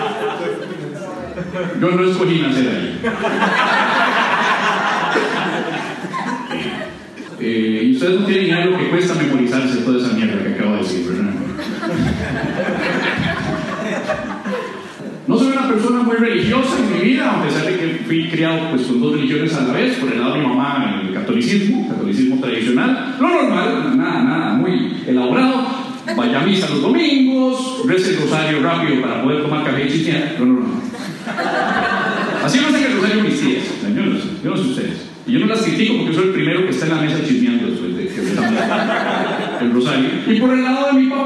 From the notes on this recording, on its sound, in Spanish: una breve recopilacion con algunos audios del show "Incorrectos"